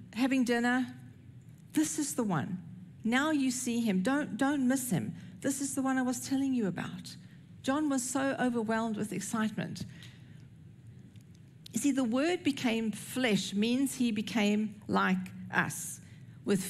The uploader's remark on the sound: recorded at Northlands Church on June 25, 2023